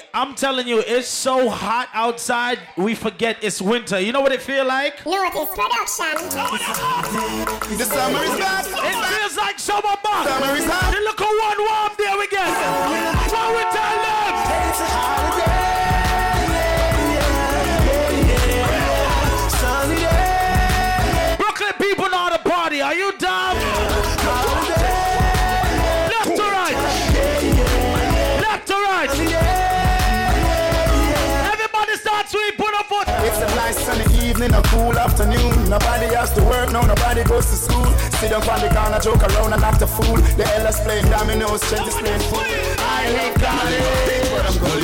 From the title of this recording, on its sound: LIVE AT 2uesdaze